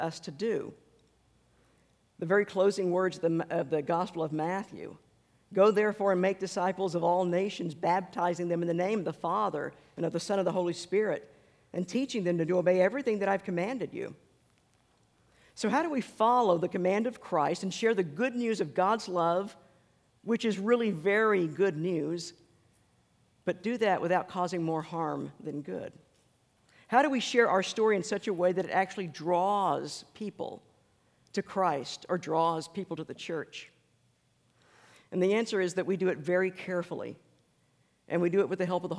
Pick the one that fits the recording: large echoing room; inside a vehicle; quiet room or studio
large echoing room